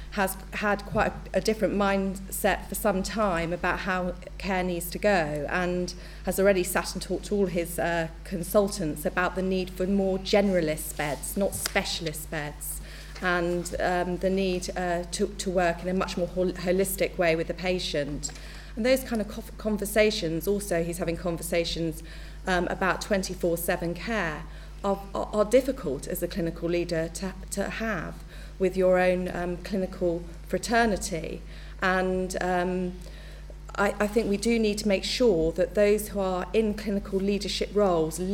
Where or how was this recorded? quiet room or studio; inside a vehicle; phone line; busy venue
busy venue